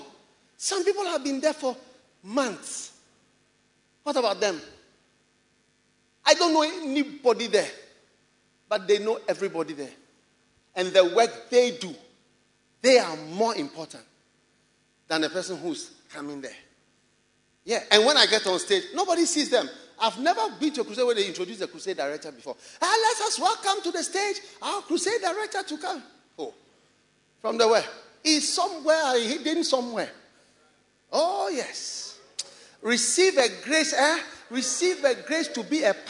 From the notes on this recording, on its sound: Preached at the Experience Service, First Love Church, Accra.